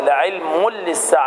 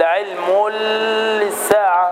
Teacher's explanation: فيدغم التنوين مع اللام من دون غنة · Shown in: first take · يعني الصواب في النطق هكذا لعلم للساعة، لا تقول لعلم للساعة. · Term: الإدغام بغير غنة